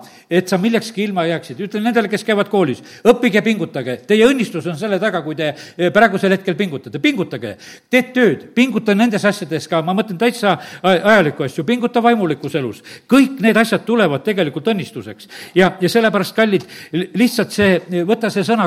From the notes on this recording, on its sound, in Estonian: Audio salvestus koosolekult